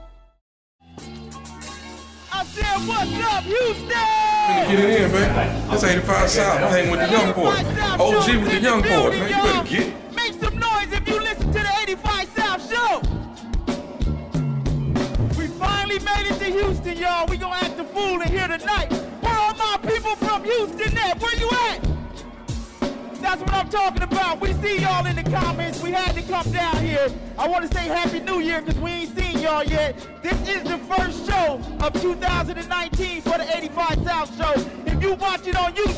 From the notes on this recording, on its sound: Recorded LIVE at The House of Blues Houston. Deliver a improv comedy show with a live band that will go down in history.